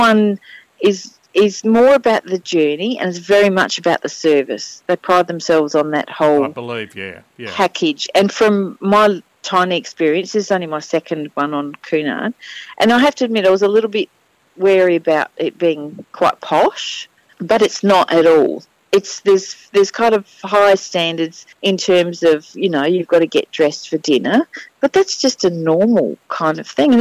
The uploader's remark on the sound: Phones In From Queen Mary II In Port Of Melbourne